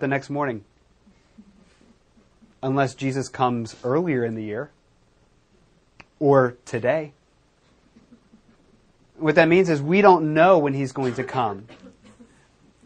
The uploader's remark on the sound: recorded at Metanoia Church